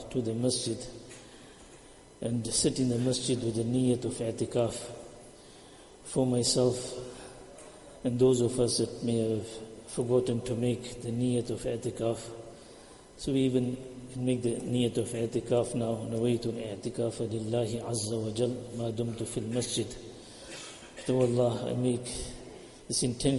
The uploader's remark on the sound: Jumuah lecture